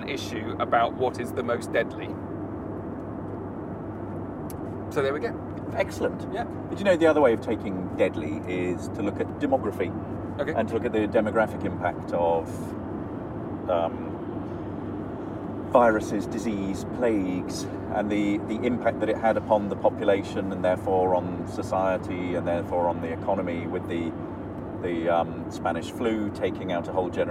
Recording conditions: inside a vehicle